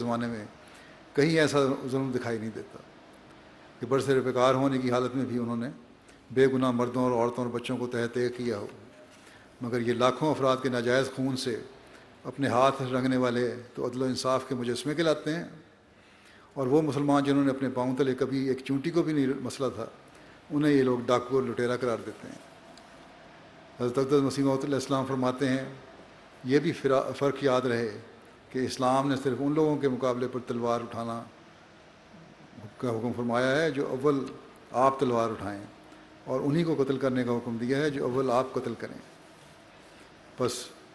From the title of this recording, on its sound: Concluding Address at Jalsa Salana UK 2021